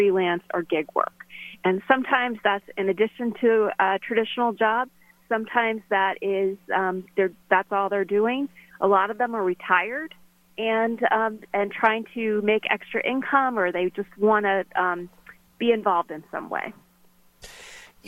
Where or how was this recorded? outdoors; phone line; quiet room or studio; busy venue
phone line